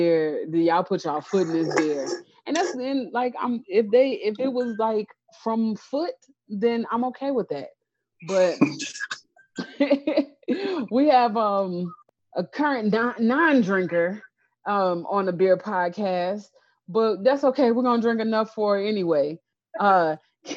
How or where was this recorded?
video call